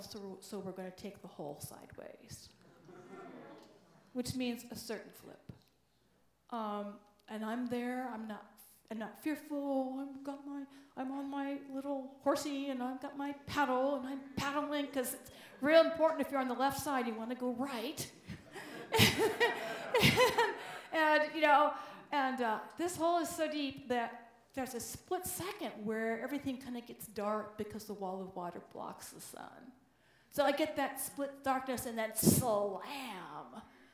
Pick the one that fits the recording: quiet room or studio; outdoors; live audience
live audience